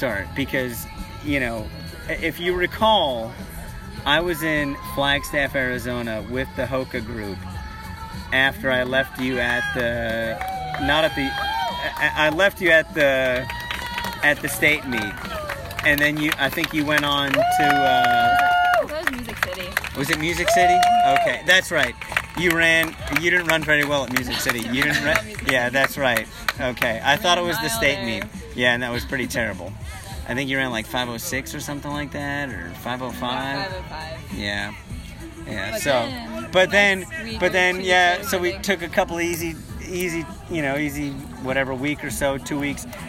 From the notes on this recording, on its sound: On location from the Thursday Night Track Meet at West High School.